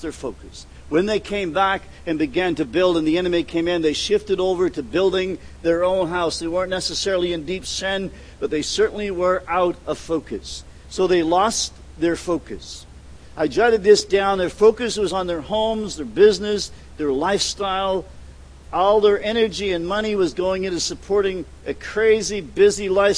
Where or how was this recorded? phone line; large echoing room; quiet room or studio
large echoing room